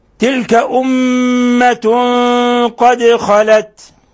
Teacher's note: أمة ميم مشددة، الحكم التجويدي حرف غنة مشدد، يغن مقدار حركتين، ونلاحظ إطباق الشفتين